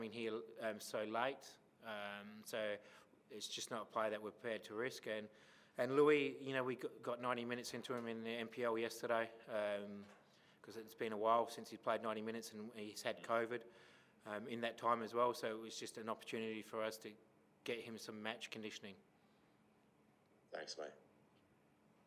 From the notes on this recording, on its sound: Post-Match Press Conference | Adelaide United v Perth Glory.